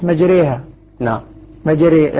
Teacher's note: مع أن الراء أصلا مفتوحة هنا. قال لأننا جنحنا بالفتحة نحو الكسرة فأشبهت الراء المكسورة فأخذت حكمها · Term: الراء مرققة